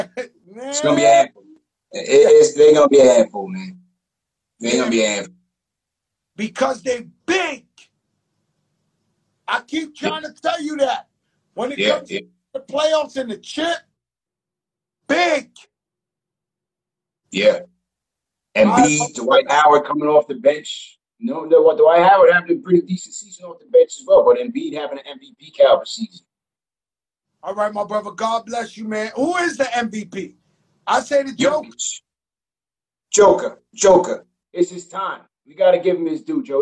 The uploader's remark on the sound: On IG Live.